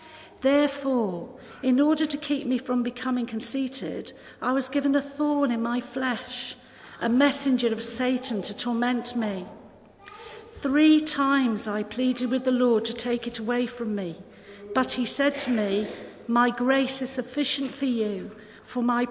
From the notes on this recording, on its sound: Christ Church, Bayston Hill (UK)